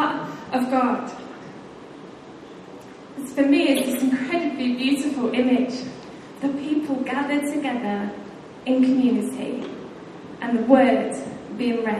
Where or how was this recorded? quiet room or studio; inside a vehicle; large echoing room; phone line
large echoing room